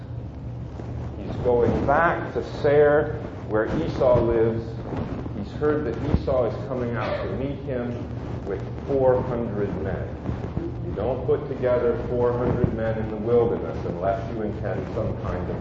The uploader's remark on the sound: Note that the audio quality of the sermon is poor this week.